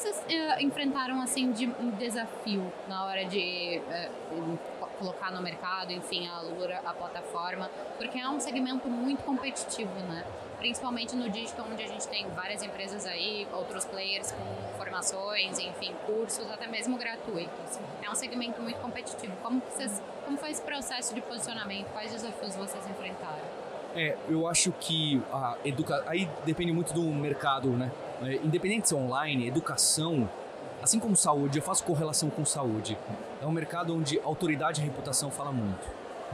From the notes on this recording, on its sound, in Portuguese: Esse foi o assunto de mais uma edição especial do Mídia Market Podcast no Startup Summit. No Startup Summit 2023.